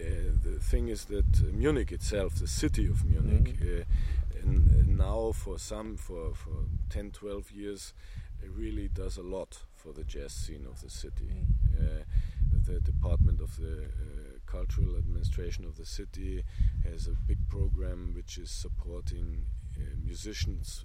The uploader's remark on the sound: Recorded at Inntöne Jazz Festival, 15 August 2020.